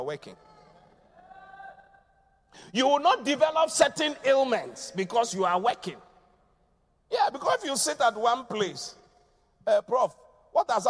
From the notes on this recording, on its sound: Preached at The Qodesh